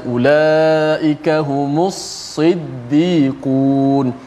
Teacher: dua-dua ada tasydid ha, supaya kita menyebut huruf itu jelas hurufnya huruf sa dijelaskan huruf sa dengan sifat tebalnya tidak tertukar dengan huruf sin